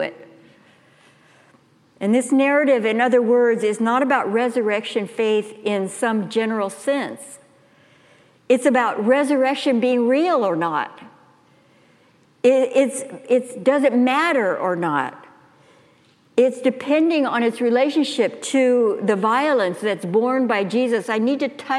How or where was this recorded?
large echoing room